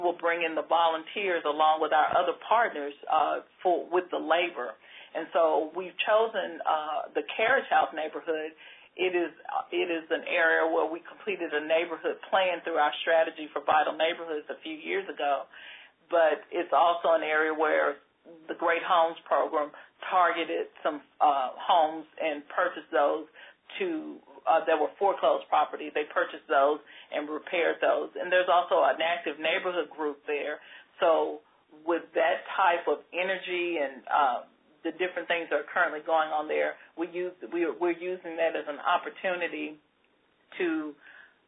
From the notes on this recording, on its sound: On this CommunityMatters® conference call